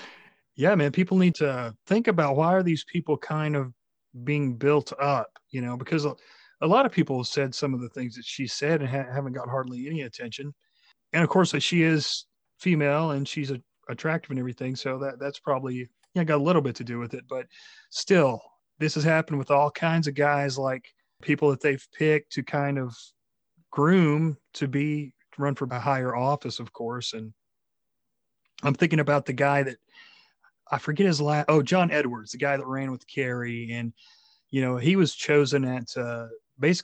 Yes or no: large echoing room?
no